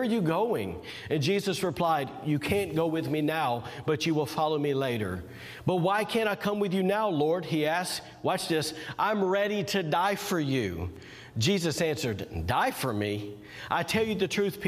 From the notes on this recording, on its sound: was recorded on Sunday, February 21st, 2021, during service at The Anchor Church in Rockport, Maine